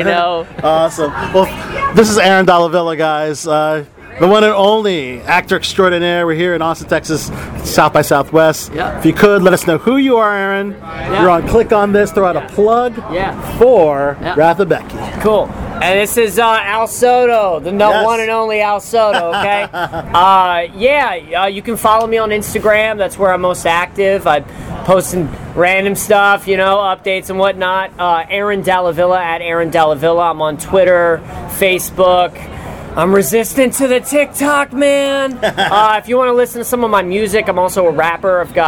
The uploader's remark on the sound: an exclusive interview from the SXSW festival